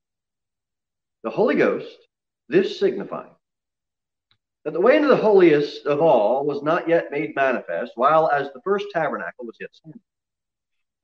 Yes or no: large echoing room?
yes